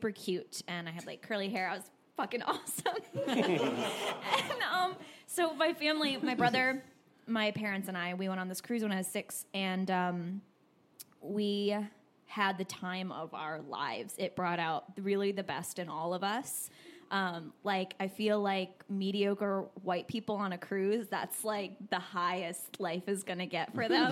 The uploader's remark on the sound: Recorded Live in New Orleans. A live episode recorded in front of a live audience at The New Movement Theater in New Orleans.